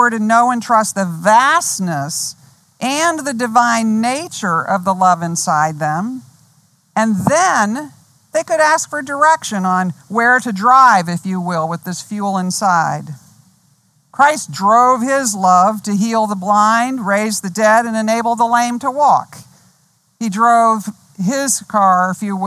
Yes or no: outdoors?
yes